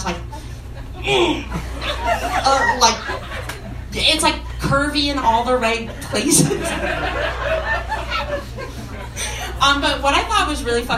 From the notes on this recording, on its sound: This week’s episode features two live stories.